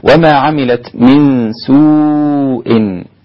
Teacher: مد واجب أربع حركات عند كل القراء عدا الإمام ورش والإمام حمزة ست حركات